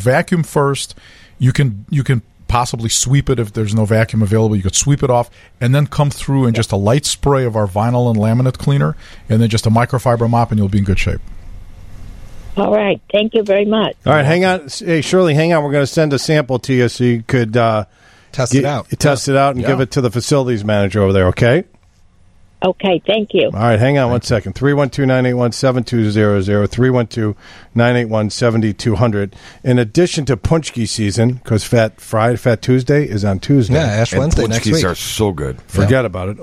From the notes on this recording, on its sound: Listeners call in asking their questions and getting the information they need for the best outcome!